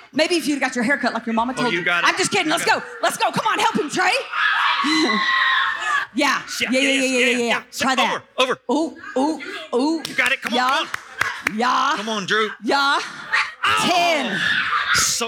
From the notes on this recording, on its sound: Evening speaker recordings at our Frontier Town teen summer camp services